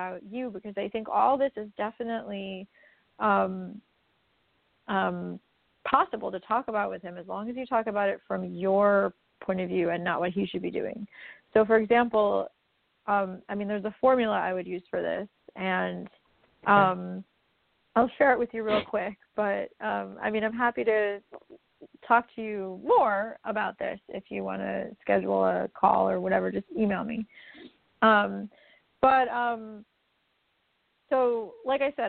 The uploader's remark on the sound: A Call-In Show